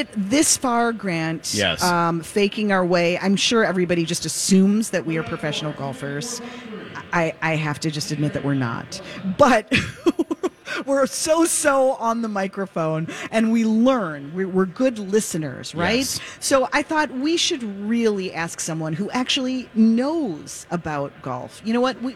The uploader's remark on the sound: broadcast live from the Minnesota Golf Show in the 2nd hour